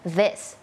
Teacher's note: มันไม่ใช่ดอเด็กอย่างเดียวเนาะมันมีความสั่นนิดนึงแล้วก็มีลมออกมานิดนึง